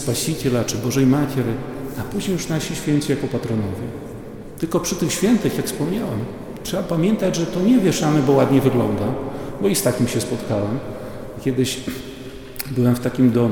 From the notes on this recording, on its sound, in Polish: Nagranie pochodzi ze spotkania w parafii św. Jerzego Zwycięzcy w Białymstoku.